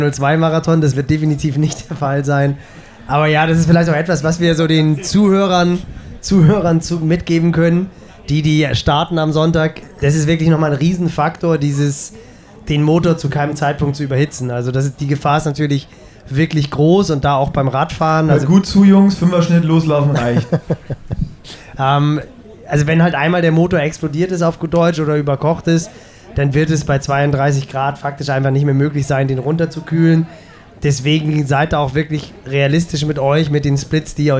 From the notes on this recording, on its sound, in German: Podcast Triathlongelaber live aus Roth. Auf der Messe.